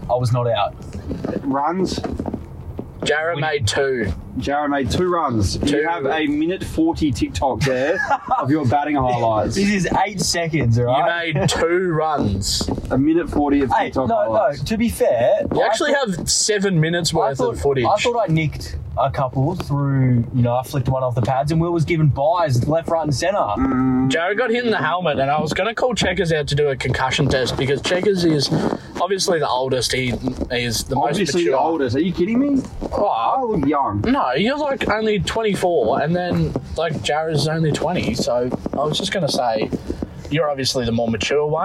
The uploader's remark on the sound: Stumps LIVE From KFC Carpark